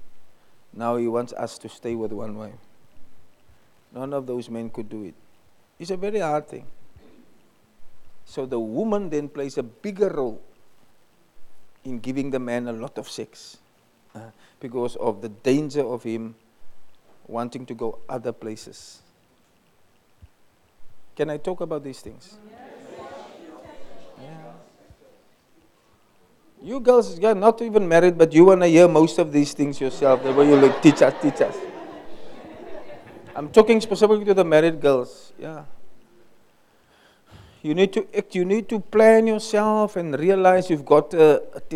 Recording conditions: large echoing room